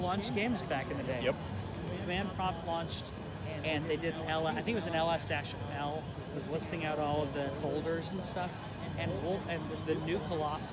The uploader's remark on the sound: Live from Let's Play Gaming Expo! We are LIVE from Let's Play Gaming Expo.